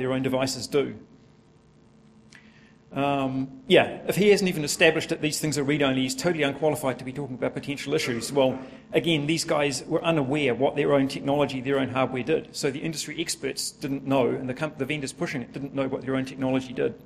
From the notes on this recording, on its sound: A full recording of a presentation.